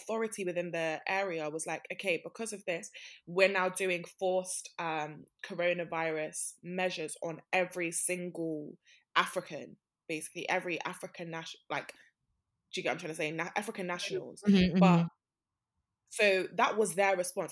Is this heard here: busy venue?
no